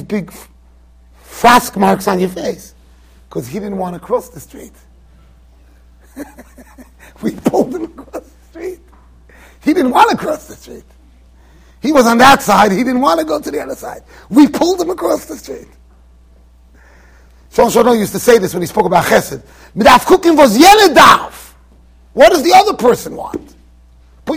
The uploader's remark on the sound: Shiur recorded in Yeshivas Ohr Reuven, Monsey NY.